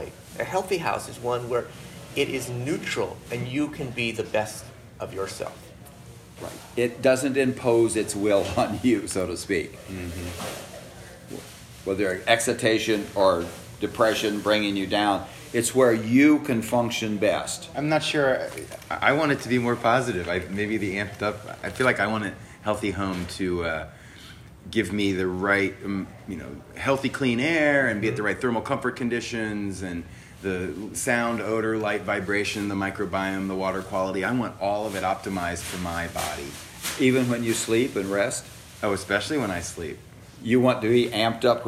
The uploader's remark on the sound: took place at the 2018 IAQA Conference in Chicago, IL